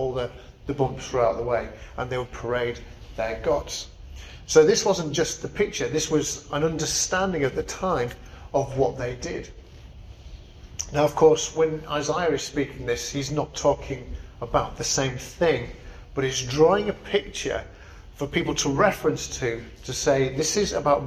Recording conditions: large echoing room